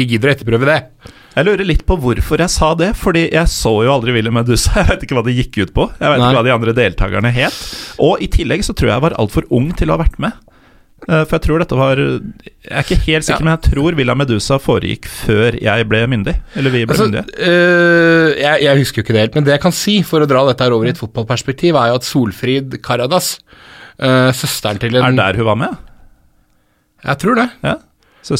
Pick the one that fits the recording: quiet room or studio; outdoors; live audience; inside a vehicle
quiet room or studio